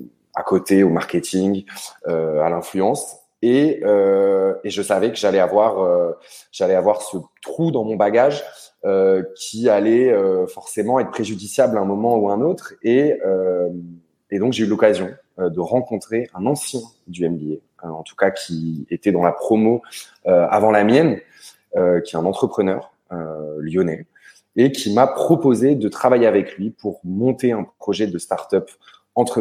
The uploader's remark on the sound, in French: Version audio du webinaire du 2 octobre 2023